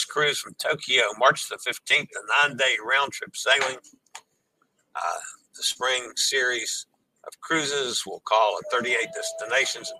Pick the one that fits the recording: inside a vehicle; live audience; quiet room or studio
inside a vehicle